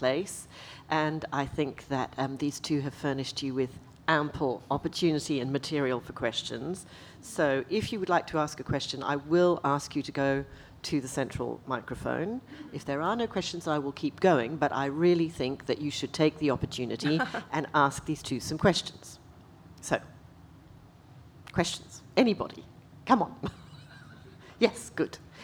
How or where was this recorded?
live audience